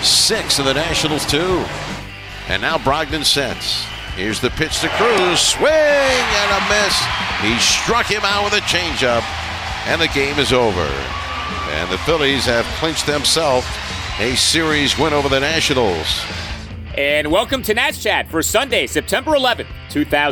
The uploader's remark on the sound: Live from Citizens Bank Park